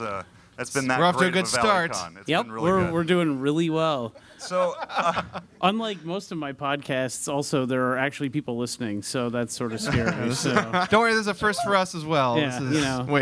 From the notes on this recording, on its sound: take ValleyCon by storm with a live podcast taping